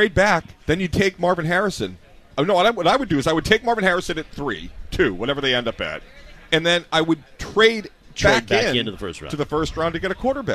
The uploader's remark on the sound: Live at The Harp at Gillette Stadium before Army-Navy.